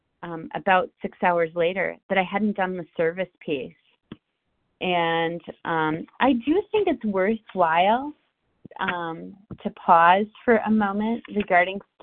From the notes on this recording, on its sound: from the 100 Pounders Phone Meeting, 6/27/23.